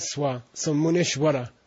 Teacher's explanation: They don't say swa, you know. It's more of a W. It's between a W and a V.